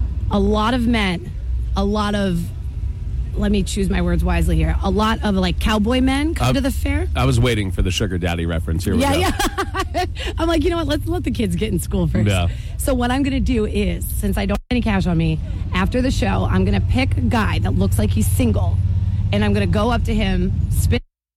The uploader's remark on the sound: Live from the Fryeburg Fair!